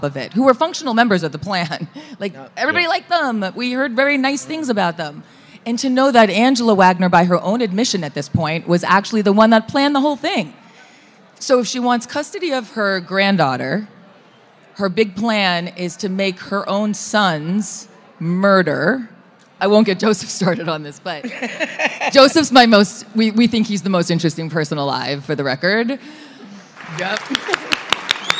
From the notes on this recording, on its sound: The KT Studios team was asked to speak on a panel at CrimeCon Las Vegas. This episode is a live conversation and Q & A from the event.